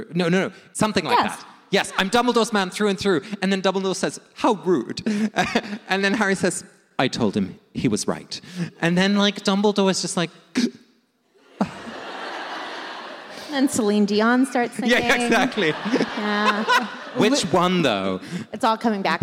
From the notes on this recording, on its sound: Live from Washington, D.C. This week we come to you live from our show in Washington, D.C.